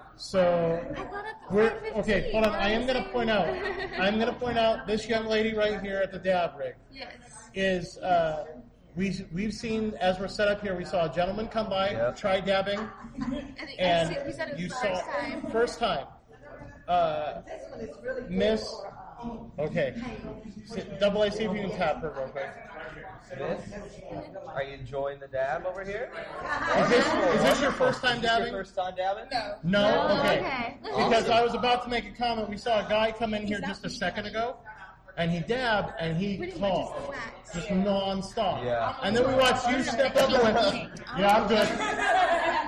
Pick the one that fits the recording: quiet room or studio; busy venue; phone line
busy venue